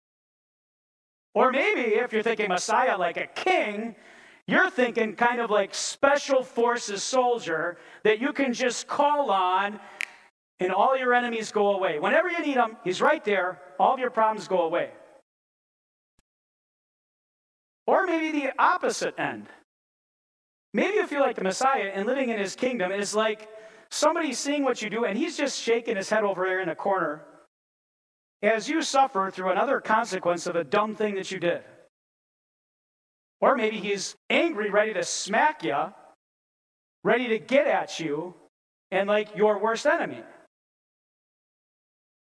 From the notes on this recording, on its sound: preached this sermon at Bethany's Sunday worship on December 11, 2022